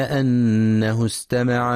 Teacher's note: ينتبه القارئ لغنة النون المشددة في كلمة أنه، فهي أكمل ما تكون